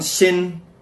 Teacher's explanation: Xin, or Xin, is the first tone, flat tone